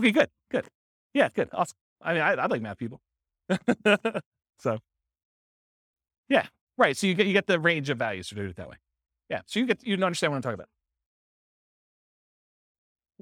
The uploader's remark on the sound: This was a live class recorded